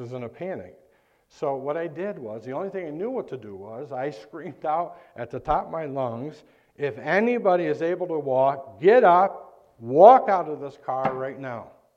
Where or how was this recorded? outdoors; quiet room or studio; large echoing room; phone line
large echoing room